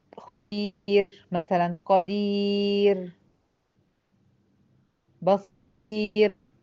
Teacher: كل العلماء اجمعوا ان هي هترقق الراء الساكنه التي قبلها ياء ماديه طبعا عند الوقف، او ياء لينيه، ترقق قولا واحدا